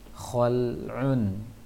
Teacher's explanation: ketika membaca lam sukun setelah kho agak membulat mulutnya, ketika lam mulutnya tidak boleh membulat, melebar